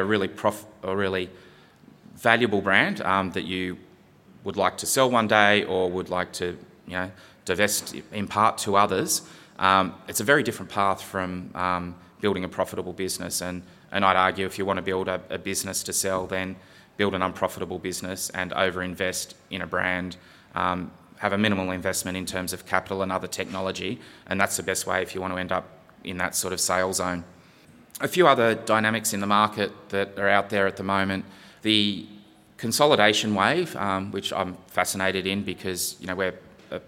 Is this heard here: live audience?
yes